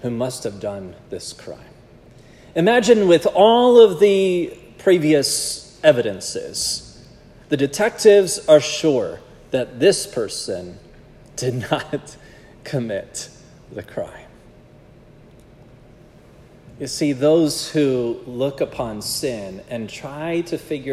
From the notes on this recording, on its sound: This sermon was preached at Providence Church on Sunday, February 11, 2024